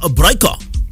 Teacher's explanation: So, the first part sounds like brew, almost always. And then the G is soft, guttural sound in the back of the throat, similar to the hard H in the Scottish loch